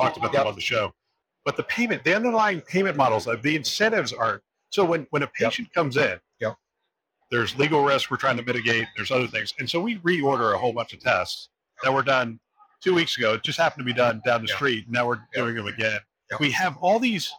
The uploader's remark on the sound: it’s an Interview in Action live from HLTH